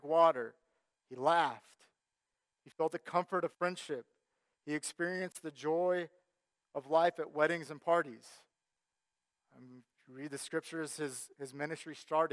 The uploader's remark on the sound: Sermon Audio from our Worship service